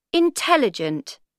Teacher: Four syllables. Second syllable stressed.